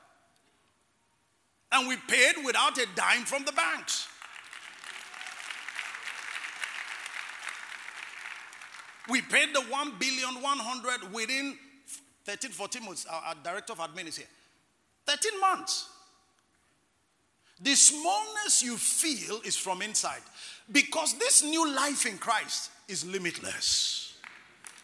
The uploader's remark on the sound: ministering during Word Explosion Conference on 18-04-2019